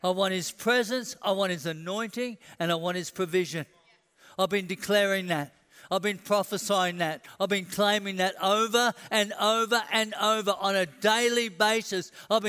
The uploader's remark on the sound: A message recorded at the Anointing Service at Vision Sunday